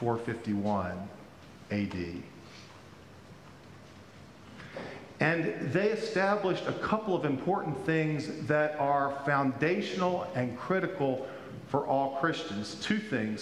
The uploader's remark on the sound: Pender UMC Traditional Worship on September 18, 2022 at 9:00 am